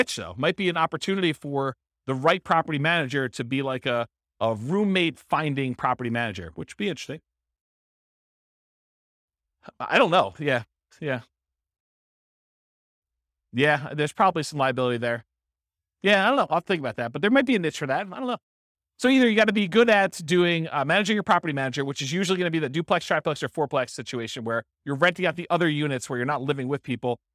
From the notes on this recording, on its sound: This was a live class recorded